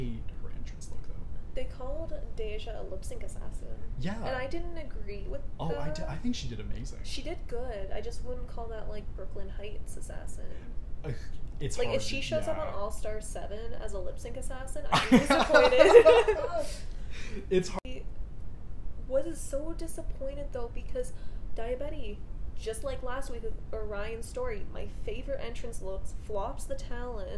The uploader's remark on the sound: Please excuse our technical difficulties during this Ep